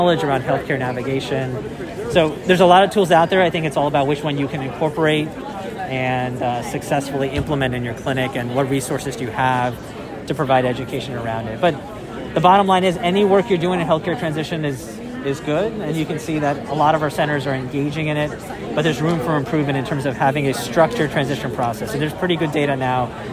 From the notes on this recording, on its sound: Recorded during the ADA 2023 Conference.